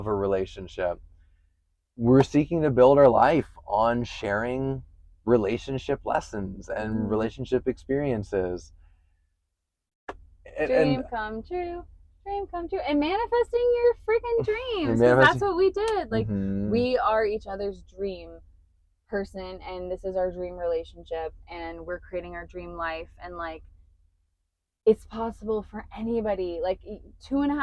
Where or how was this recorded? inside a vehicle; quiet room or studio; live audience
inside a vehicle